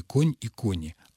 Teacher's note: У этого слова в именительном падеже, как в единственном, так и во множественном числе ударение на корне